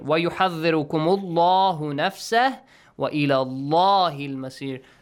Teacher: The word Allah must be pronounced correctly, heavily.